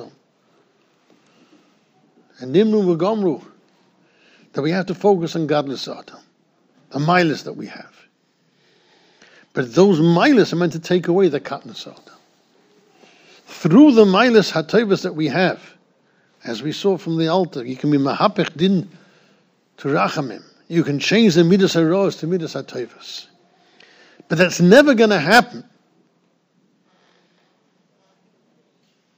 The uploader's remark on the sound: Shiur recorded in Yeshivas Ohr Reuven, Monsey, NY